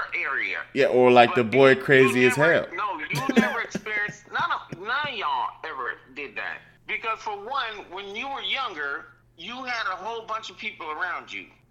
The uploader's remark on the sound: featured phone call to my dad